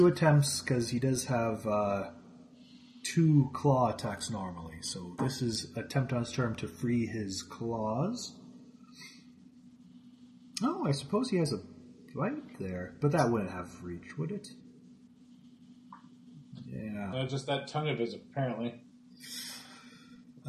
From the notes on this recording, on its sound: Apologies for any technical issues heard in this episode. We are having some problems with our local Comcast service being at capacity in the neighborhood.